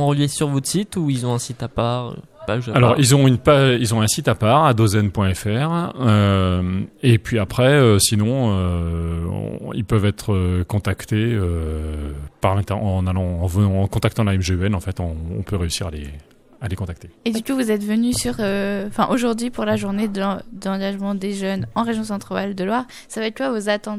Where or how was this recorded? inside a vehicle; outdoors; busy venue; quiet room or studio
busy venue